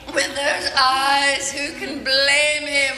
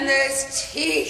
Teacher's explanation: some of the words, the syllables get drawn out, like the way you say eyes, blame, even teeth in this clip